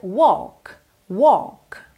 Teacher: essa palavra walk não tem walk, não tem esse L de verdade, tá bem? Então você lê W-A-L-K, mas você pronuncia walk, walk.